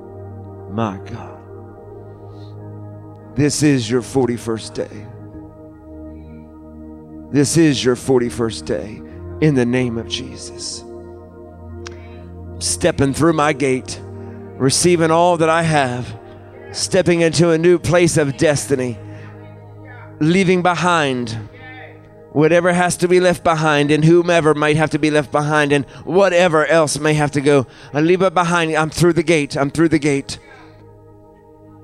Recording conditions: large echoing room